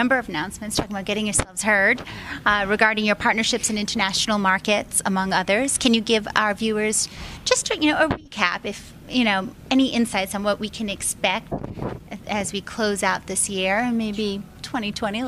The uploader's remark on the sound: live from Telecom Exchange LA